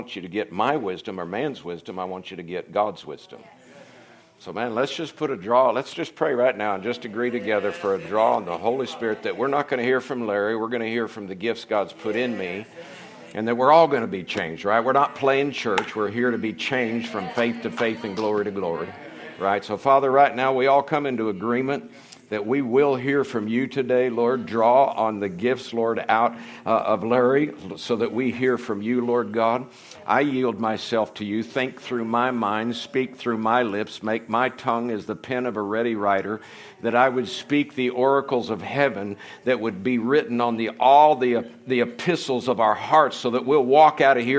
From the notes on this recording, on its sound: from the Sunday morning service on September 24, 2023 at Harvest Bible Church in Stockton, California